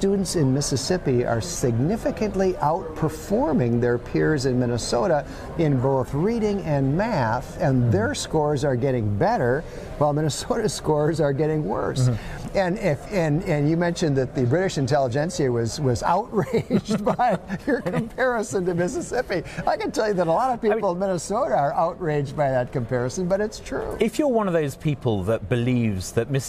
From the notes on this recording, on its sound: Recorded live at the State Policy Network's Annual Meeting in Chicago.